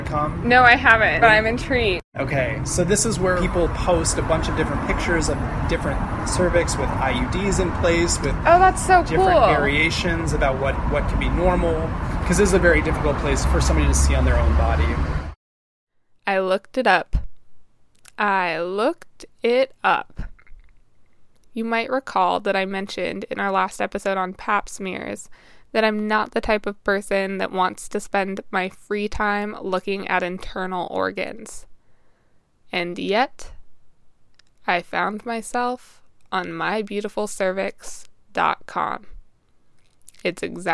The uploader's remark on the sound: The interview took place on a sunny Friday afternoon. Sat outside in a little courtyard attached to the Planned Parenthood building. You may notice some background noise on the recording of the interview. Those are the sounds of 5:30pm at what is basically a 5-way intersection.